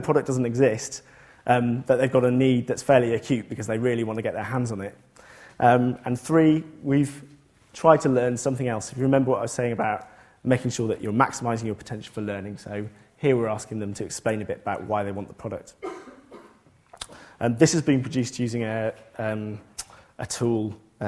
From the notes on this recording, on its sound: This lecture took place at the Saïd Business School, University of Oxford on November 11th, 2014.